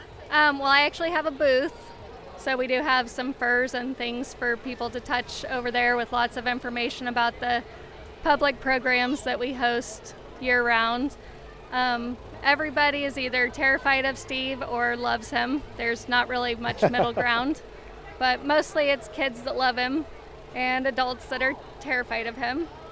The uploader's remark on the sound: This episode was recorded on site at the Cultivate Community Event in Glenwood Iowa on August 10, 2022!